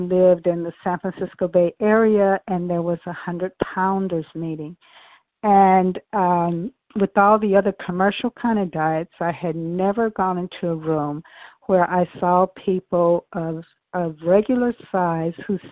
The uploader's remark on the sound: from the 100 Pounders Phone Meeting on 12/11/20